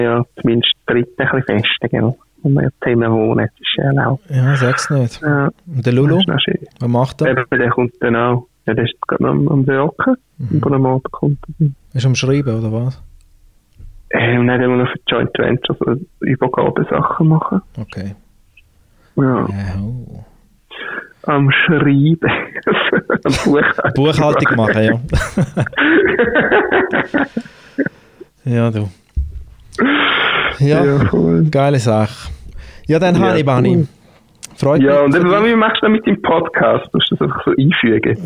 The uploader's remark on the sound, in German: Die Spezialausgabe mit diversen Gästen am Telefon.